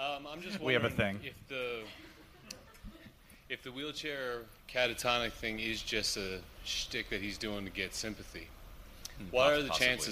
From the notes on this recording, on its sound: We're live at Crime Con 2018 in Nashville